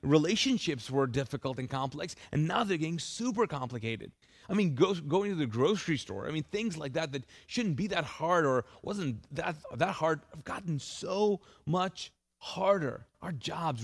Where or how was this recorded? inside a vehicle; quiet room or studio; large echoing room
large echoing room